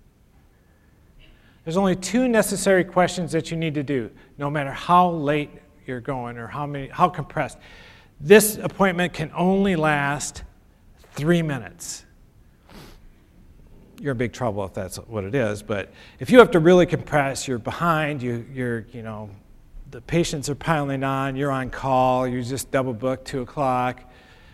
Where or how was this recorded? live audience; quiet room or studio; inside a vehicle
live audience